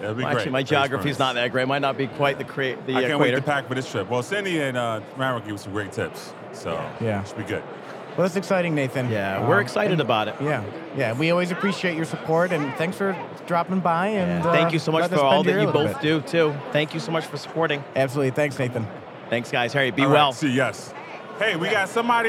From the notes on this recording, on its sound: Today’s episode is live on the expo floor of the 2023 Annual Conference and Expo